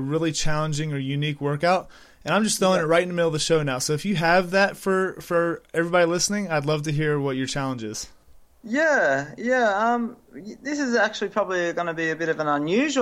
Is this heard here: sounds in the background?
no